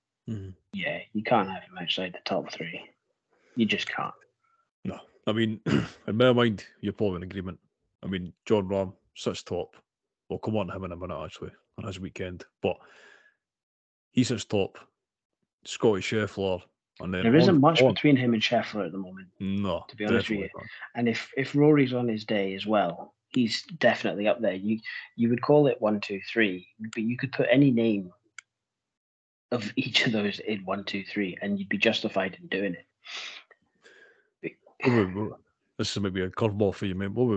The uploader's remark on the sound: We had to record this weeks episode via Skype due to circumstances out of our control, the audio is shite so please bear with us and we apologise in advance